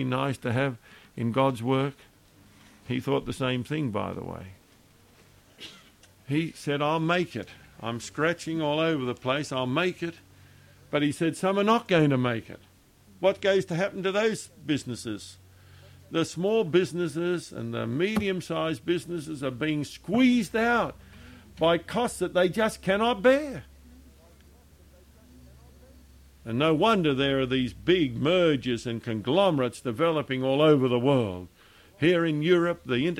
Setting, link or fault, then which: setting, large echoing room